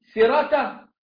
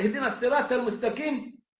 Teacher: ولا الصاد تنقلب سين · Shown in: first take